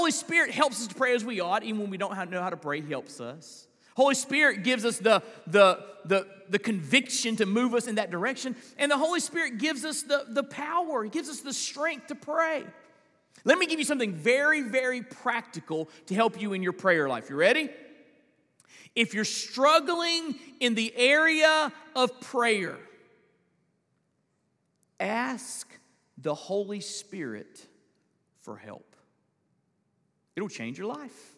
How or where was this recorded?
large echoing room